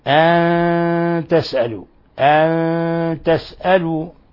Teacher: أن تسألوا نون ساكنة جاء بعدها التاء، الحكم التجويدي إخفاء حقيقي